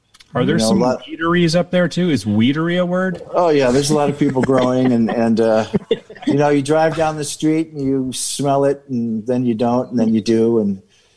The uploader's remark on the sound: In on our Zoom call is